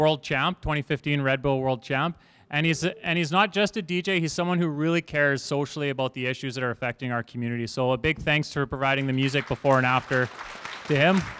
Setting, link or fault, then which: setting, live audience